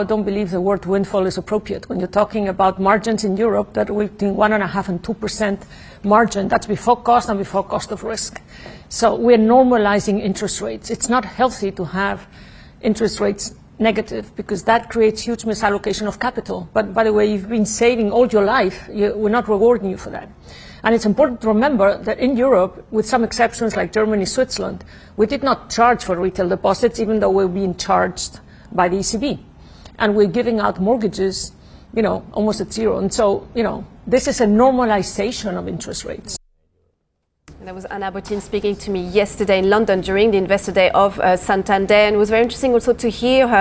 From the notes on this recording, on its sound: we are live in Barcelona at Mobile World Congress